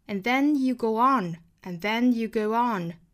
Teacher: 这个 and 弱读，并且尾部的省掉